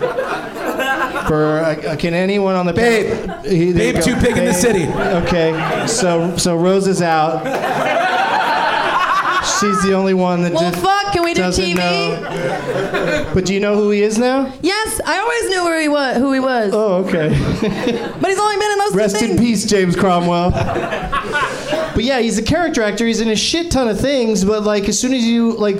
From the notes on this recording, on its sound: Live from the NerdMelt Showroom in LA